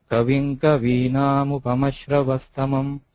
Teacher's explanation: Kavinka, the later ka goes up, which is Swarita.